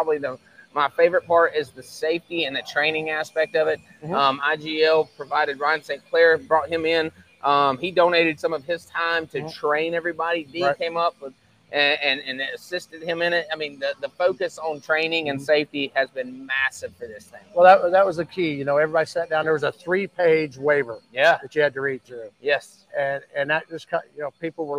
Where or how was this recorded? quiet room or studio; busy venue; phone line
busy venue